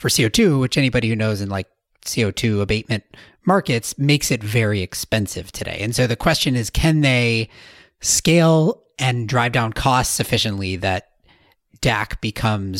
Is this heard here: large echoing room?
no